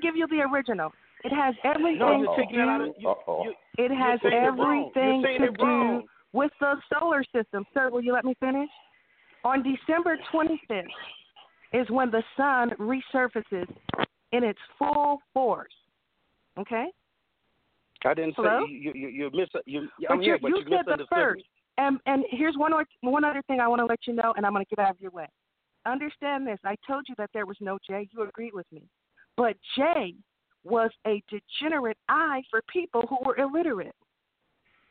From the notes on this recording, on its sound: we will also open up the phone lines